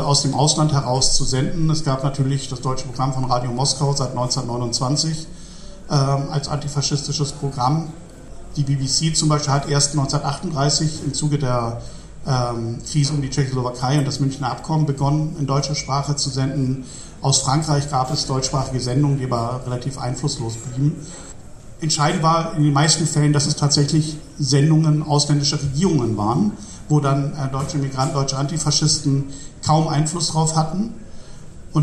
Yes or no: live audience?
yes